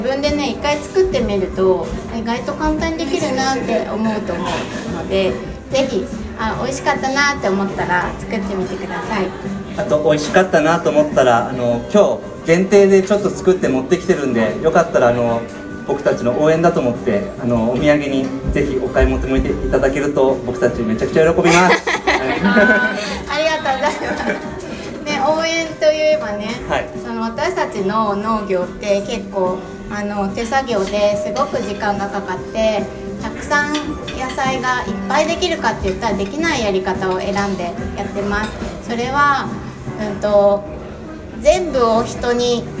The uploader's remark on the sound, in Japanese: 11月3日に開催したスペシャルサラダパーティで初めての公開収録。